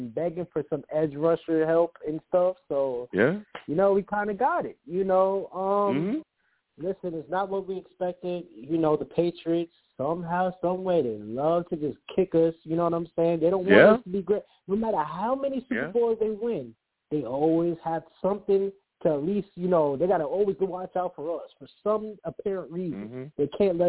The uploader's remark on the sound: I also take live callers!